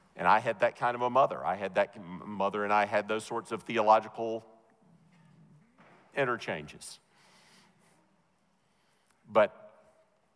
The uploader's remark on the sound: Truth and Life Conference at The Master's University in 2016.